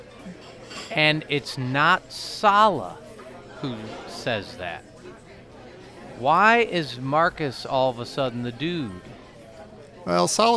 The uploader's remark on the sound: Live from the Lion's Head